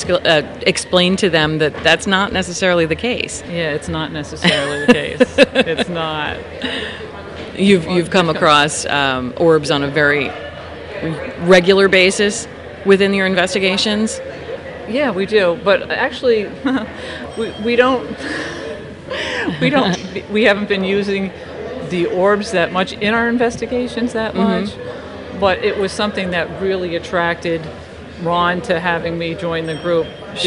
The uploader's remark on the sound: This week's show was recorded live at the NJ ParaUnity Expo.